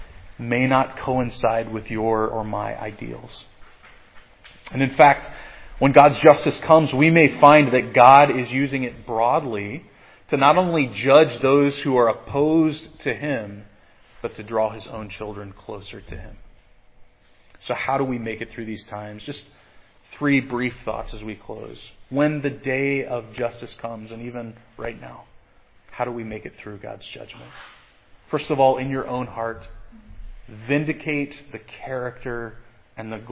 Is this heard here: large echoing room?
yes